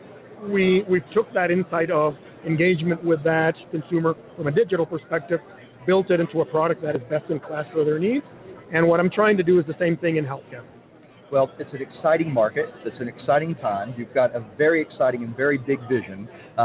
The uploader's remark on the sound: Live From #HiMSS 2016: Day Three